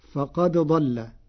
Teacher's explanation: قرأ ورش كلمتي فقد ضل بإدغام الدال في الضاد فتصير فقد ضل